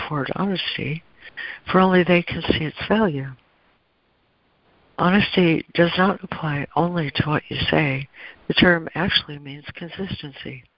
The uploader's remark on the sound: ACIM Daily Conference Call.